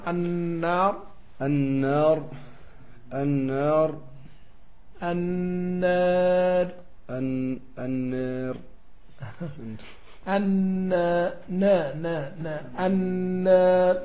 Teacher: لابد تقرب الفتحة اللي قبلها إلى الكسرة حتى تقلل الألف · Term: الإمالة